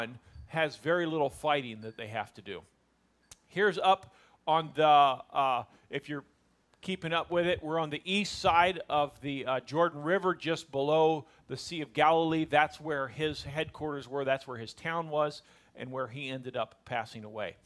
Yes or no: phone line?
no